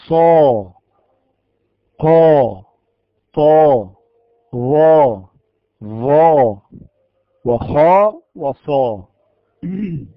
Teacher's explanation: هذه الحروف إذا نطقناها ولفظنا بها نجد أن اللسان مستعليا فوق قريبا من سقف الحنك الأعلى · Term: الاستعلاء